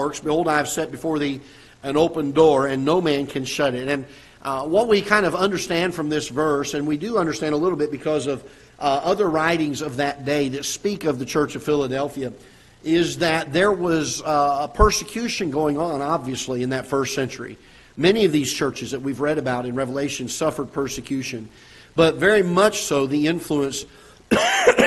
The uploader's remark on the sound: Ketha Heights Baptist Church ~ Live Broadcast